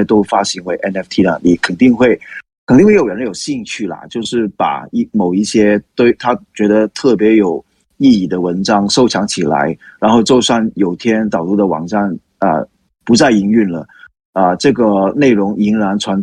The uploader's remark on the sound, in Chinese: LikeCoin Discord 社群 AMA（Ask Me Anything）的錄音。後面 20 分鐘則是回答主持人和社群參與者的提問。